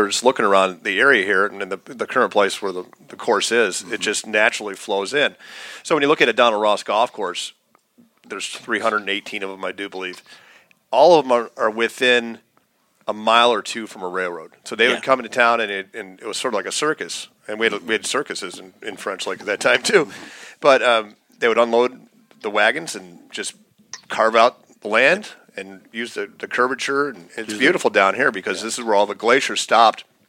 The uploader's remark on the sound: Live From The Senior LPGA Championship. We recorded the show in the same room where FDR declared his run for the Presidency in 1931: the Mansion at the Pete Dye Golf Course in French Lick Indiana.